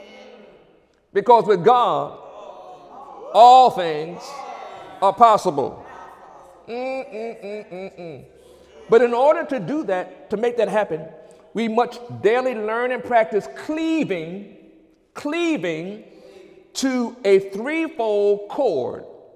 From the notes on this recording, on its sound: During Wednesday night service